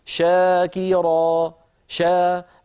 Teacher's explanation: لكن لما أقول شاكيرا شا، الفم نطق الشين ومباشرة انتقل إلى الحرف الذي بعدها، فالشين في شاكرا فيها رخاوة وفيها همس وفيها تفش، لكنه سريع، السبب أن الحرف متحرك. · Term: التفشي